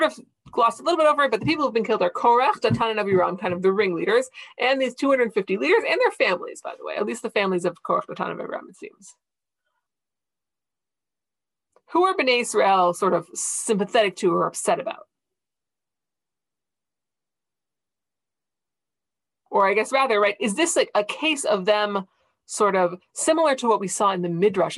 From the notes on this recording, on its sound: This audio was originally captured from Zoom.